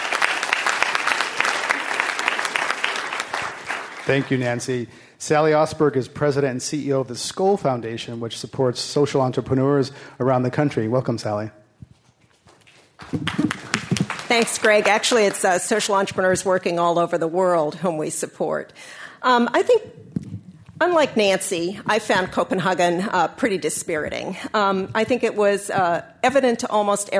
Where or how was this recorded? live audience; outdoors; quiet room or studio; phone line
live audience